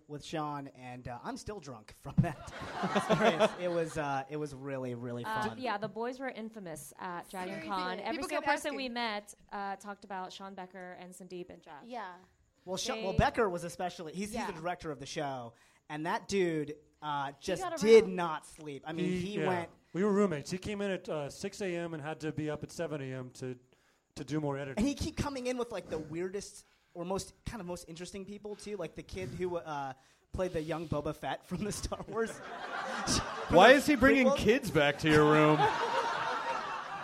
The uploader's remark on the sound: Crammed onto our tiny stage at NerdMelt in LA to record this show for 150 enthusiastic Guild fans.